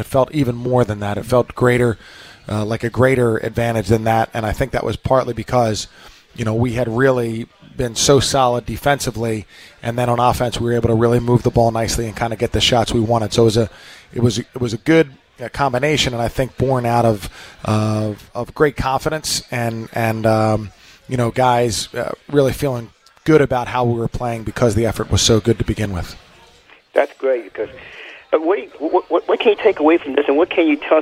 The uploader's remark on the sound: joins the show from Glory Days Grill